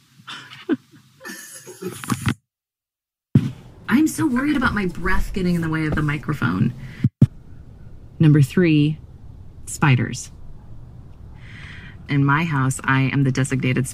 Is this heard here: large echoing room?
no